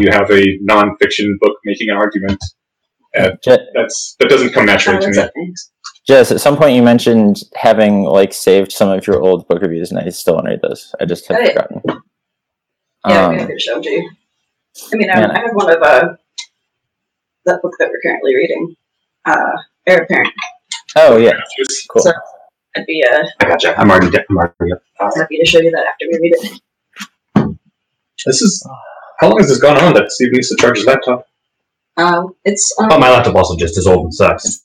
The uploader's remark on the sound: This is a recording of the live stream. Due to technical incompetence on our side, we lost the original audio. Since it’s a 2nd-source recording.